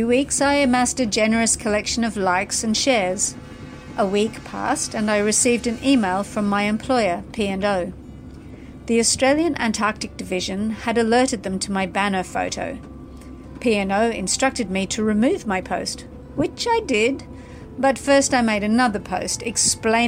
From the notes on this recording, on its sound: aboard the very vessel her story takes place, The Aurora Australis